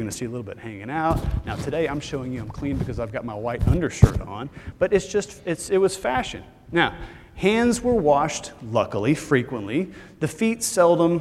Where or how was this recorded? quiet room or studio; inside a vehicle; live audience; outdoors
live audience